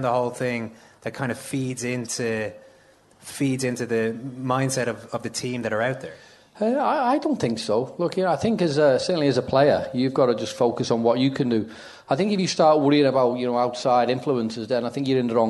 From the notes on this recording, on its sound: Second Captains Premier League Night with Cadbury in The Sugar Club. Came chock-full of football legends, incomprehensible Dublin accents and bold predictions.